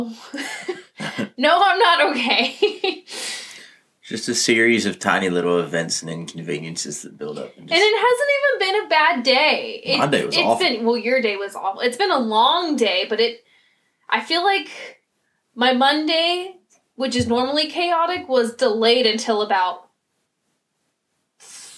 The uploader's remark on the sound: It was a rough day for us and it may not be a perfect episode full of laughter and jokes but more mishaps, computer & mic issues, annoying dental work, and unenthusiastic moments.